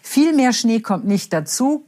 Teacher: ihre Stimme ist halt wirklich überhaupt gar nicht behaucht. Also die hat keinen großen Anteil von Behauchung.